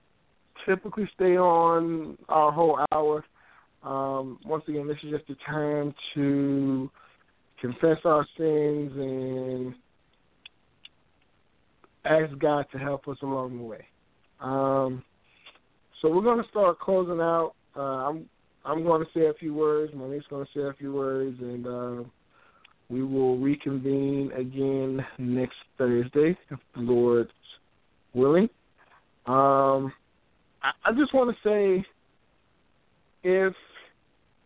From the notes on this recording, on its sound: The focus of the episodes will have callers call in anonymously and confess a sin to brothers and sisters in Christ.